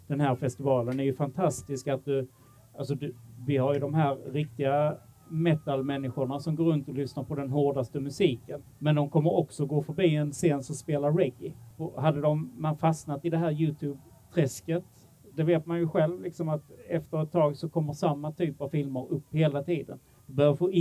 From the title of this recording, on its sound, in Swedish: Livepodd med Malmös studieförbund